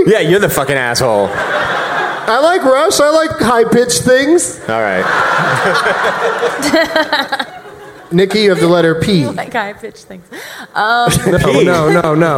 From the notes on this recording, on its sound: Live from the Gramercy Theatre in New York City